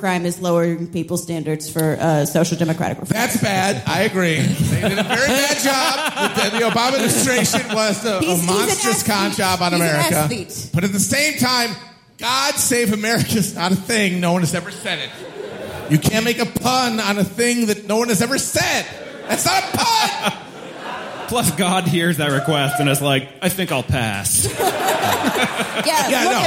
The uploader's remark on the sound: Live in London. Our live show from Dec. At Bush Hall, London.